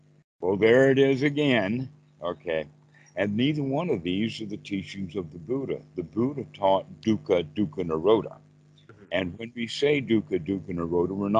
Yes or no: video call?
yes